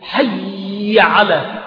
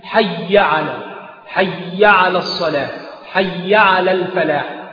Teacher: وخطأ بين آخر أن بعضهم عندما يؤذن ويقيم يقول حي على، فيأتي بالغنة ها هنا في الياء على هذا النحو مع الكسر، والصواب الفتح